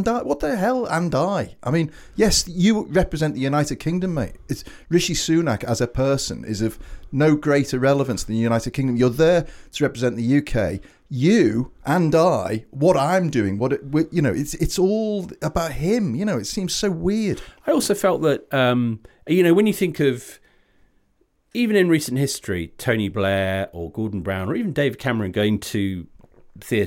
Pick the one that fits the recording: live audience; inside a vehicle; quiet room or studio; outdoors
quiet room or studio